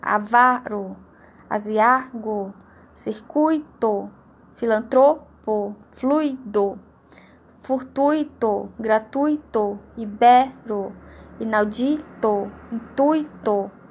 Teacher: As paroxítonas, a sílaba tônica é a penúltima.